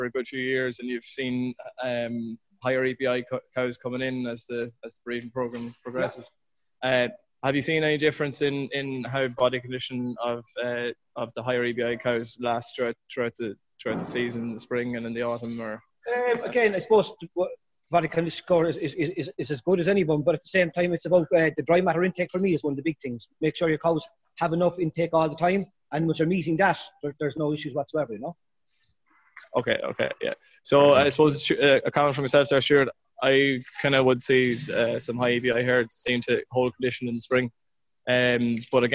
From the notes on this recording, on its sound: Teagasc is running a weekly Let's Talk Dairy webinar series which is also being made available afterwards as a bonus podcast episode. In this webinar. From Moorepark farm.